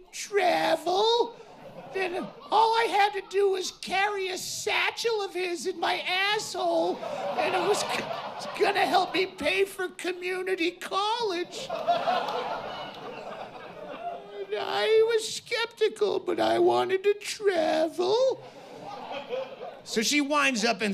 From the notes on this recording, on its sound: performs live in his hometown of Bisbee, Arizona